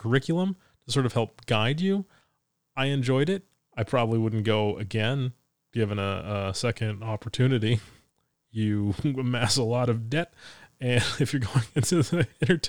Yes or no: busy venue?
no